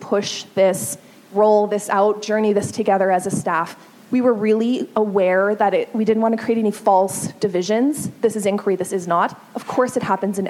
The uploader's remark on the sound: A session from a LeadMeet gathering that was held at the Royal Glenora Club in Edmonton. LeadMeets are evening gatherings organized by the CSL where local leaders share their tips for positively impacting student learning.